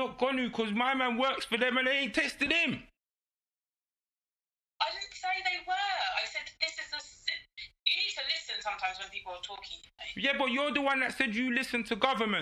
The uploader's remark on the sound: This episode is over the phone so quite sound is a little off.